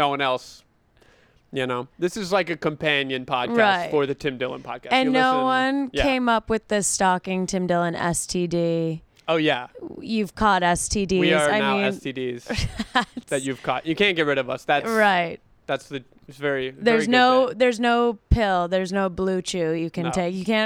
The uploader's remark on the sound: Live From The Fire Escape